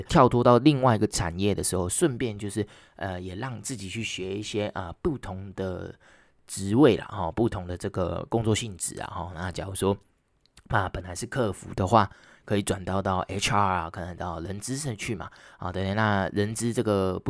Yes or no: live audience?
no